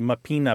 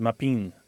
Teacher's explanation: that final syllable or that final vowel disappears through a process called lenition · Shown in: second take · So what might be mapina becomes mapin because the A is just kind of not really fully said.